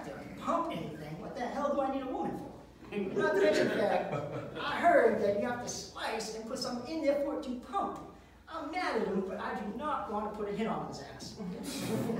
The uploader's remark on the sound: Live at the MEG